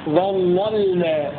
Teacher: وهنا في لفظ ظللنا فيه لمان، اللام الأولى مفتوحة وقبلها ضاء فهذه تغلظ، اللام الثانية ساكنة فترقق، هكذا ظللنا، غلظنا اللام الأولى المفتوحة ورققنا اللام الساكنة